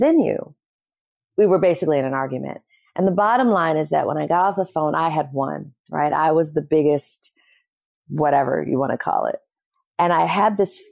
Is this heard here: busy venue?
no